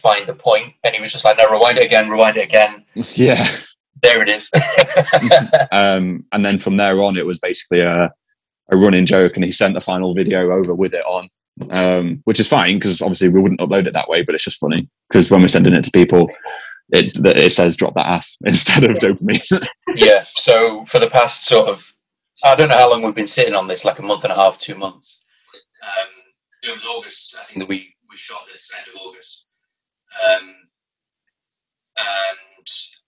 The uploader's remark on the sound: I sit down over Zoom. The cats joined us… Zoom calls huh.